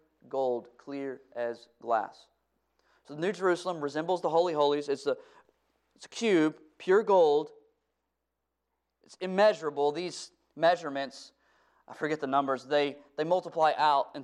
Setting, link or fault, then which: setting, large echoing room